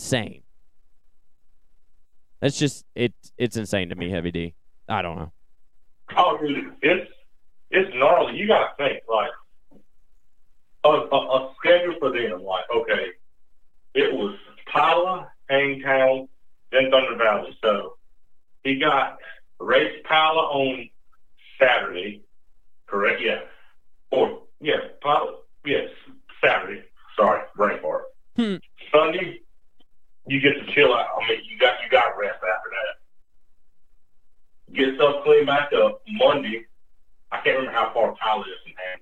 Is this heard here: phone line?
yes